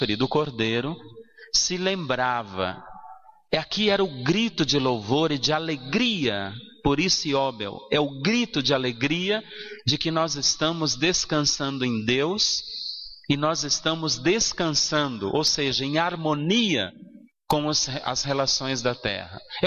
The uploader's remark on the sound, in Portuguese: na Igreja São Sebastião em 05/07/2016